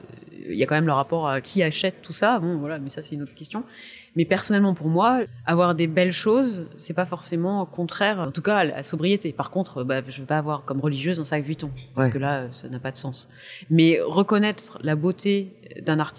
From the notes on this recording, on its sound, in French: Nous avons enregistré dans un bar parisien autour d'un chocolat chaud. Navrée pour la qualité de son qui s'en ressent.